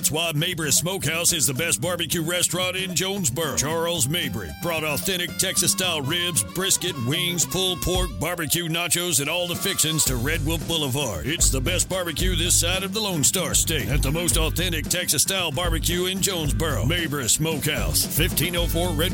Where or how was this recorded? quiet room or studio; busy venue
busy venue